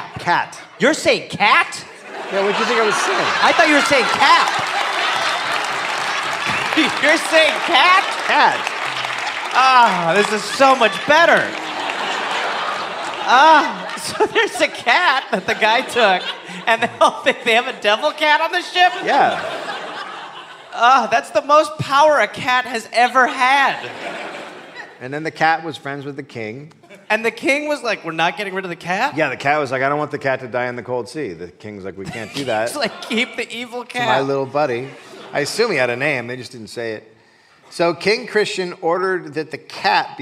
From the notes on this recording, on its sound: Recorded live at Chat Noir in Oslo.